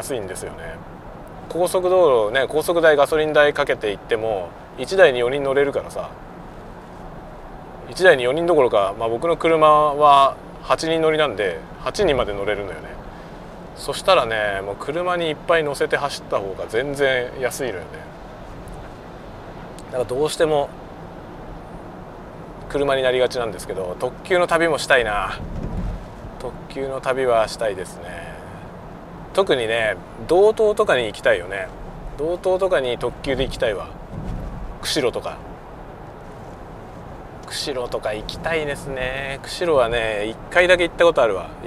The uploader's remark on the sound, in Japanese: ドライブ収録】運転しながらダベるよ